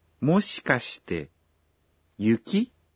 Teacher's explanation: This is a question with a rising intonation at the end.